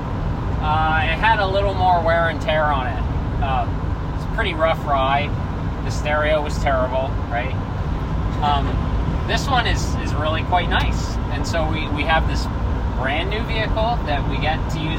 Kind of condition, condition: setting, inside a vehicle